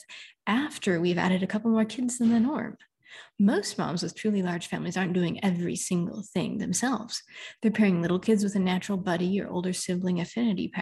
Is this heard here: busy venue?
no